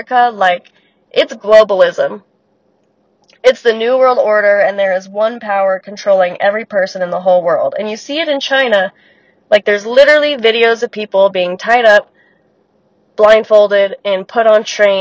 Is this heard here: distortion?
yes